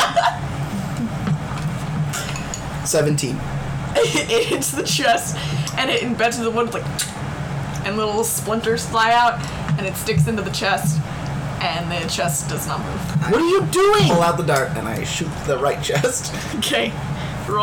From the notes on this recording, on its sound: In this episode, we sound like we are underwater (sorry about that)